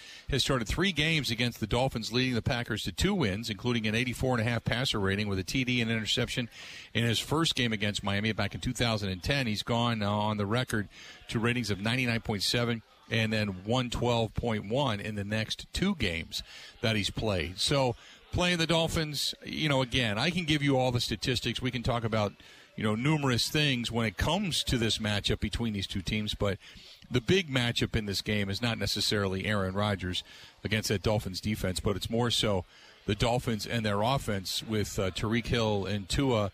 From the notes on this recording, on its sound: live from DJ's Goal Post